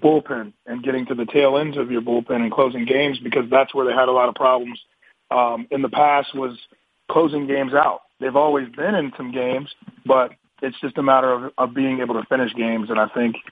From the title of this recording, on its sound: MLB Conference Call